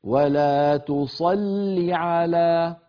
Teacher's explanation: يصير النطق بلام مشددة مكسورة